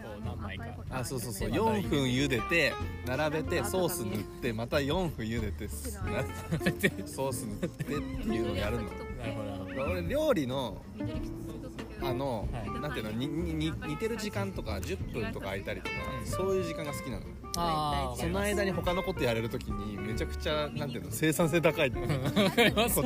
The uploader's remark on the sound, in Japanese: ピクニックしながらレコーディングしたため、隣に妻たちの女子トークが混ざってたり。